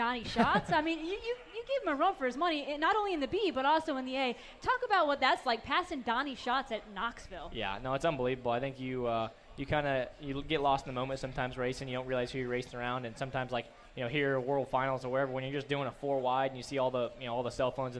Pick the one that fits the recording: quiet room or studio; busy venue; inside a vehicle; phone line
busy venue